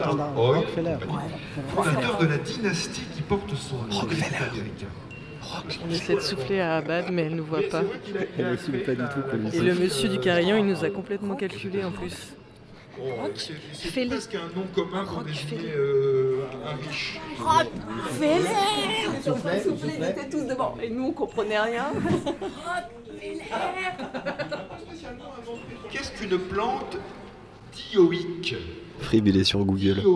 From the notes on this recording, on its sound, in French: Brest (en public). Un public en folie. Une émission en public donc, réalisée à l'ancienne avec 6 micros et 2 platines CD !